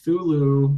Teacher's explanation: just like a K sound and then a TH sound, and that's it